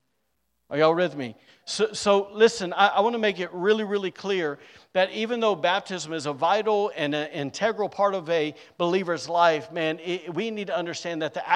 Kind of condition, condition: setting, large echoing room